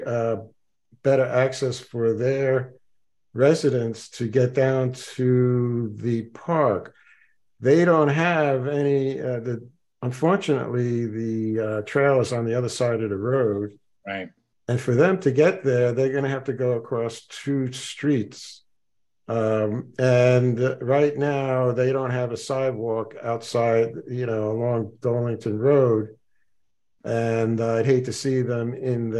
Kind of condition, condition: link, video call